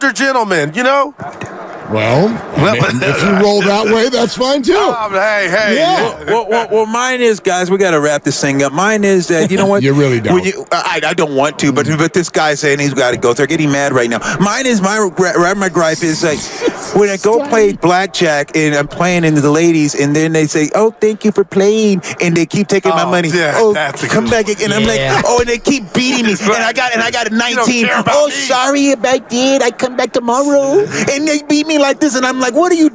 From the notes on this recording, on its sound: Live from Radio Row in Vegas. Live from Radio Row in Las Vegas ahead of the Super Bowl.